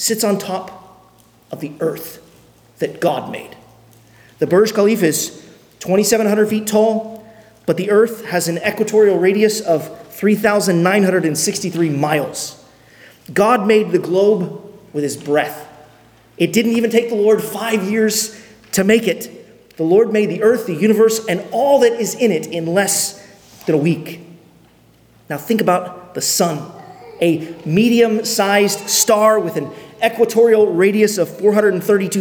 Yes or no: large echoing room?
yes